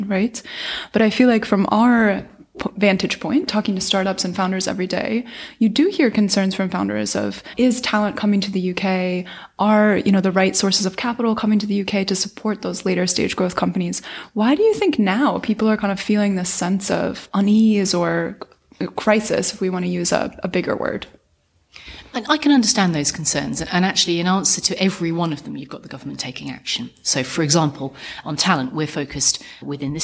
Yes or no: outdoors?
no